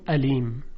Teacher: مثلا ببینید علیم، کلمه علیم با عین یعنی دانا، ما در فارسی میگیم علیم که این تلفظ همزه هست. در عربی گفته میشه علیم، با عین گفتن اونها.